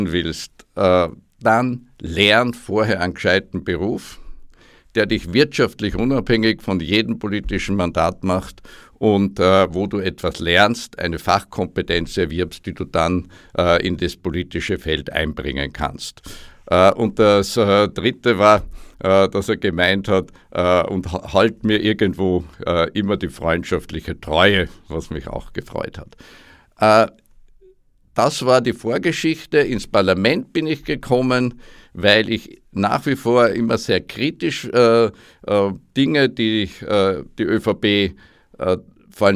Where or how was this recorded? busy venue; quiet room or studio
quiet room or studio